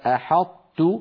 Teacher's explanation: أدغمنا حرف القلقلة وهو الطاء في مجانسه وهو التاء